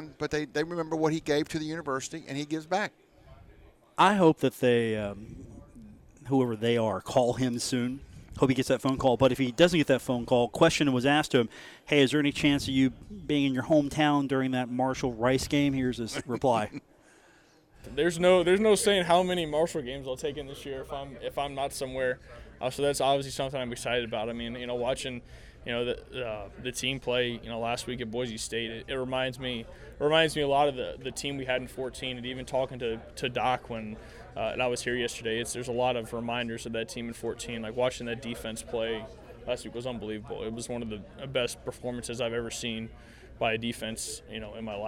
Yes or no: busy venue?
yes